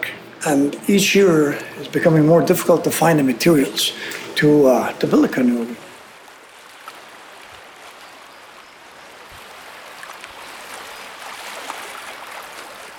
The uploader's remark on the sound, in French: Une pièce sonore pour casque d'écoute et balado. D’autres sons ont été collectés et enregistrés sur les rives de la rivière Tenaga (rivière Gatineau) et la Kichi Sibi (rivière des Outaouais).